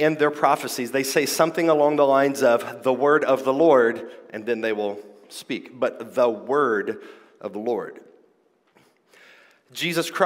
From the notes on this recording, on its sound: This is my conference talk from the 2023 King’s Domain Conference: Clear Speech for a Confused Age .